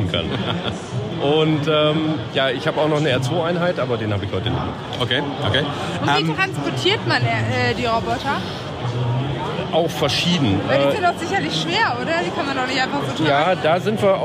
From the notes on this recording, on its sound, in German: live von der Noris-Force-Con mit vielen Eindrücken und Gesprächspartnern